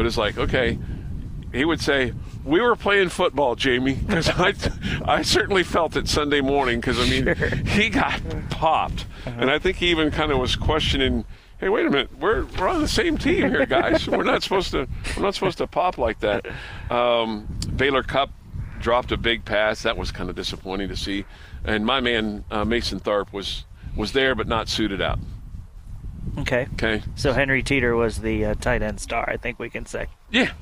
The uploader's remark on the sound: while on location at the Tee off for Kids Covenant Golf Tournament